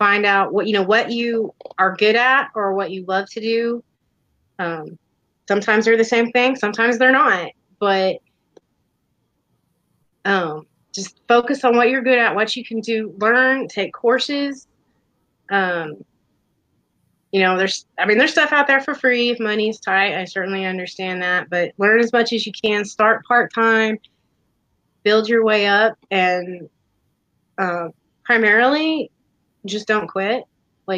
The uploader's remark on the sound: The audio may be a little choppy.